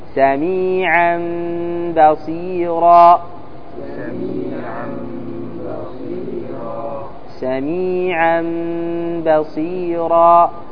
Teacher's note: قال: ولا يتحقق الإقلاب إلا بثلاث أمور: الأول قلب النون الساكنة والتنوين ميما خالصة لفظا لا خطا، ثانيا إخفاء هذه الميم عند الباء، يعني يرجع الحكم إلى الإخفاء الشفوي وهو ميم بعدها باء، فيرجع إلى الإخفاء الشفوي، ثالثا إظهار الغنة مع الإخفاء، إظهار الغنة مع الإخفاء.